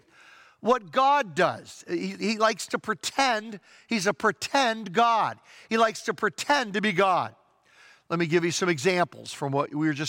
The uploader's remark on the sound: Traditional Worship (In-Person Service)